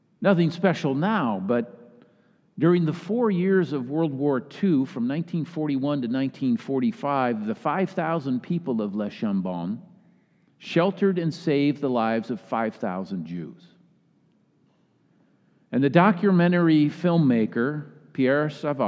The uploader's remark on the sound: Message delivered during the Tradtional Worship service.